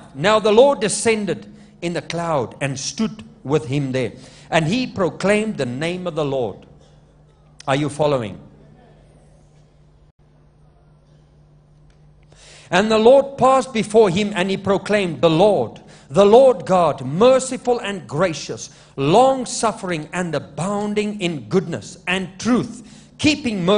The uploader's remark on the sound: LIVE MID WEEK SERVICE| ECG CHURCH